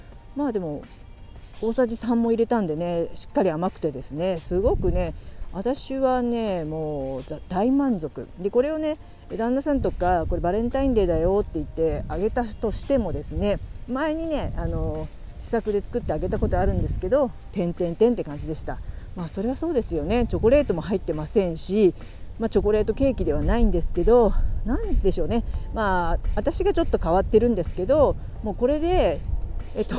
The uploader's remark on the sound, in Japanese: 寒い中、公園で収録できましたー笑。子供達を遊ばせてた公園でラジオ収録する日が来るとはー。散歩しながら収録楽しかったです。雑音はすみません。